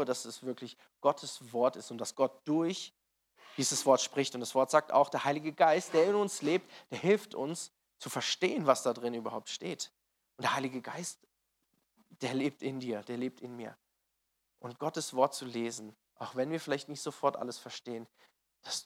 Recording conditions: large echoing room